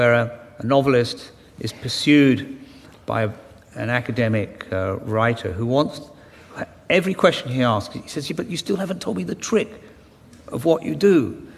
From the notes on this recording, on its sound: The award-winning novelist explains to a Guardian Live audience.